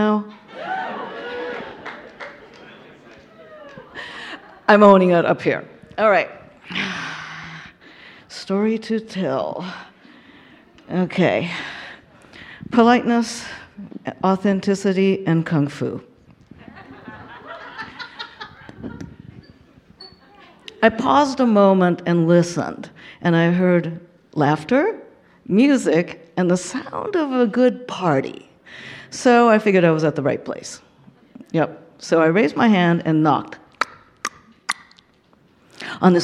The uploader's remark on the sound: Told live onstage at Bawdy’s 15 year Anniversary event.